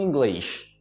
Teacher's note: com esse chiado no final, né? Chiado carioca